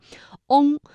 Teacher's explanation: 翁，嘴唇始终是拢圆的